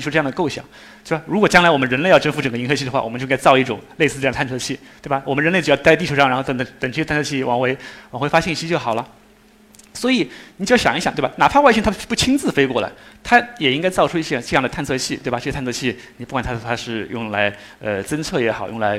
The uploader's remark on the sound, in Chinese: 一席现场